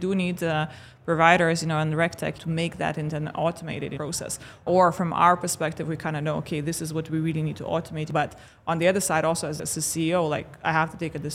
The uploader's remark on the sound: RegTalks LIVE at Money 20/20 Europe.